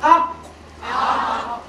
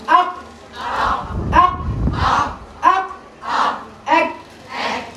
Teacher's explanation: صفة الشدة ان المخرج بتاعي اتقفل. اتقفل تماما. اغلق اغلق تماما، مفيش مكان، خلاص المرور قفله ومفيش مكان.